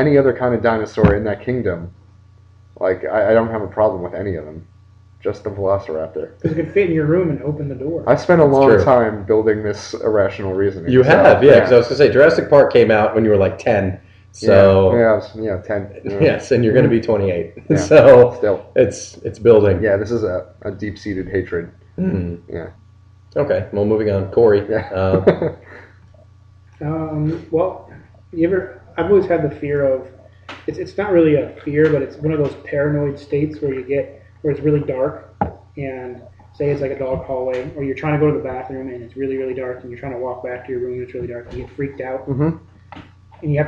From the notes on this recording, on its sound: Due to a technical issue, the recording quality of this episode is lower than usual.